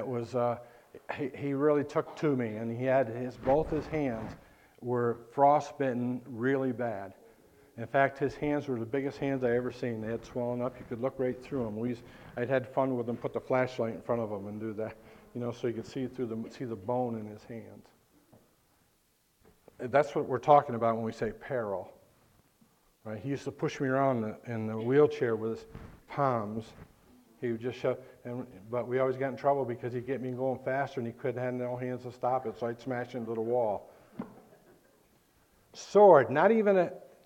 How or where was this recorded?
large echoing room